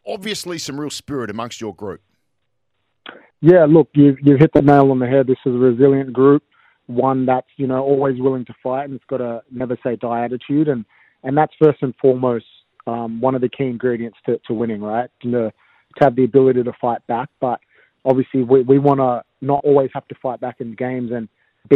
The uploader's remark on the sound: SEN SA. Jumped on teh phone.